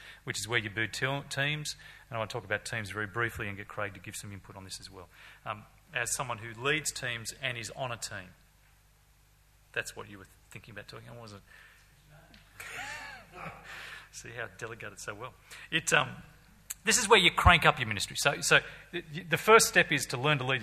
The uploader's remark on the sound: Speaking at the Leading a Mission-Driven Church conference